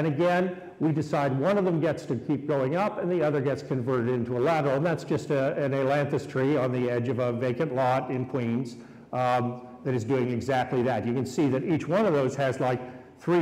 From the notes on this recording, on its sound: Recorded live at Brooklyn Botanic Garden during Plant-O-Rama.